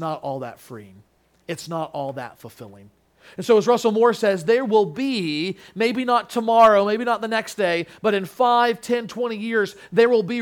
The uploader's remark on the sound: Sermon Audio from Crossway Christian Church